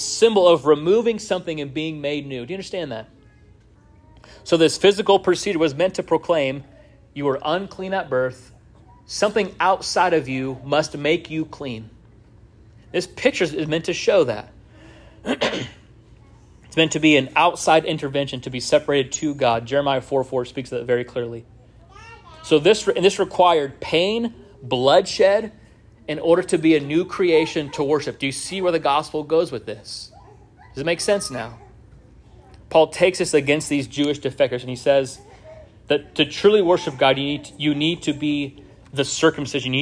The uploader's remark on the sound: This sermon was first preached at Union Baptist Church in Orrick, MO on 08-20-23.